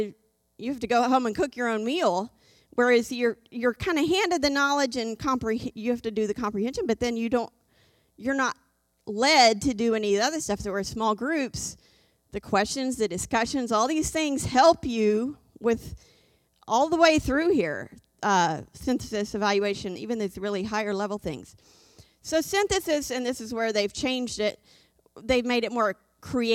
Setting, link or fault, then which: setting, large echoing room